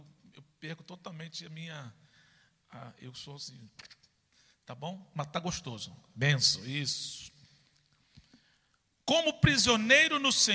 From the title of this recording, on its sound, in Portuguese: CULTO DA VITÓRIA AO VIVO